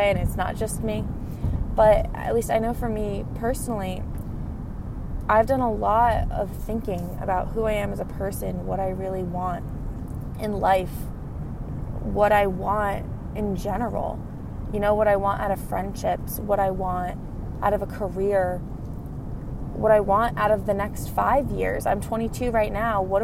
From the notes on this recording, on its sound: I recorded in the car while on my way home from work (sorry for the weird audio).